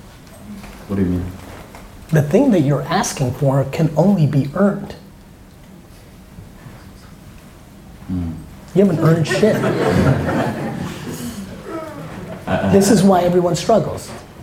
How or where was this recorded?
live audience